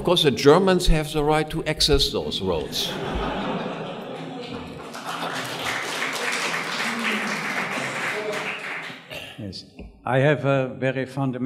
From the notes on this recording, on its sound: This panel discussion is from the 2013 meeting of the Property and Freedom Society. Discussion, Q&A.